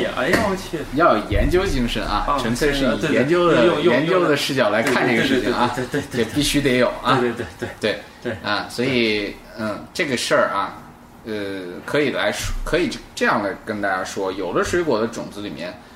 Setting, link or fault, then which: fault, background noise